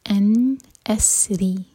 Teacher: الى موسى ان اسري، ان نون پر اظہار، نون کی ساؤنڈ کو کلیئر پڑھیں گے، نہ جھٹکا ہوگا اور نہ ہی اس کو ہولڈ کریں گے. ان اسری، را کے نیچے کسرہ تو را باریک